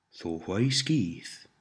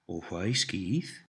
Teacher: As with he is, she is, and I am, to change the statement into a question, all you need to do is drop the th sound at the beginning of the sentence and change the tone of voice · Shown in: second take